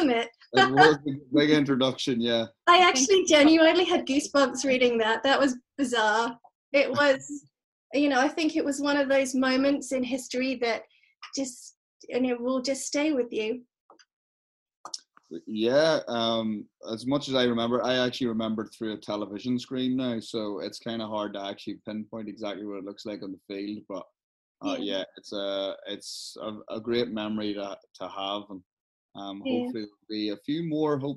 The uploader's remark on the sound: Recorded via Zoom during these incredibly challenging times, of Covid-19.